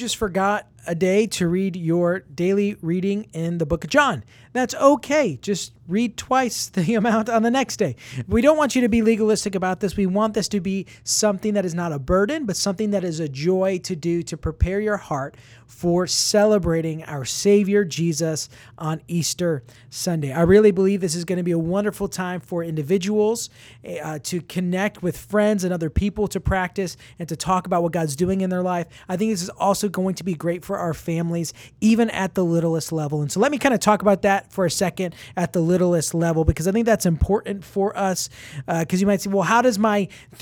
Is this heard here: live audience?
no